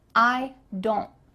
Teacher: The T here is cut out. Your tongue is going to be at the top of your mouth, but you're not going to let the air through.